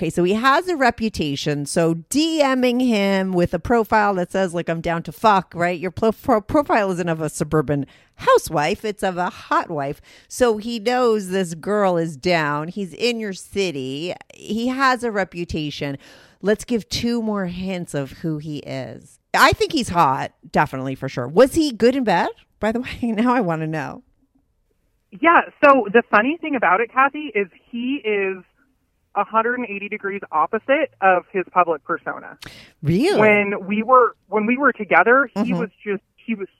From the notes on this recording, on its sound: she called in to talk all about it